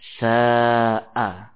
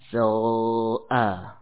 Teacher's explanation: Contoh yang pertama, alif yang diiringi ya dengan huruf sin. Ya, sebelumnya huruf sin, maka alif dibaca tipis · Shown in: first take · sa'a. Ya, tidak ditebalkan, so'a.